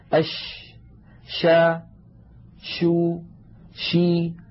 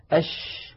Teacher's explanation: تجدون بأن صوت حرف الشين ينتشر الصوت في الفم أش. ثم العلماء هذه الصفة التي تميز بها حرف الشين عن غيره من الحروف بصفة التفشي، والتفشي في اللغة العربية الانتشار.